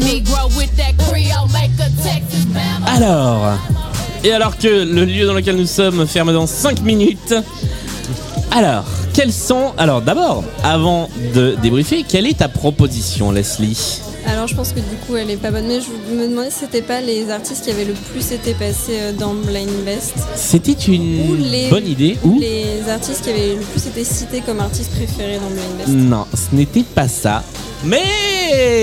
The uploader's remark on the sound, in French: (depuis Lille). Enregistrée en public à Lille, au sein du food court Grand Scène.